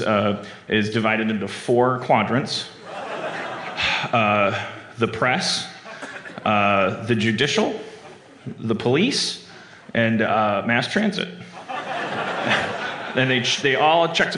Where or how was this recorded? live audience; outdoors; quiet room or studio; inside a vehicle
live audience